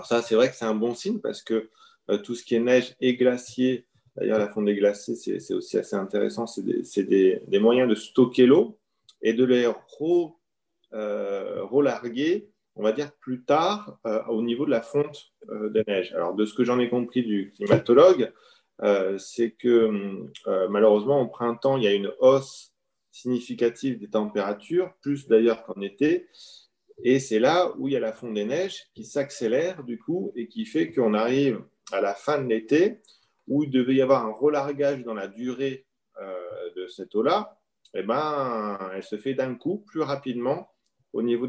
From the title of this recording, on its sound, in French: 15 janvier 2021 en visio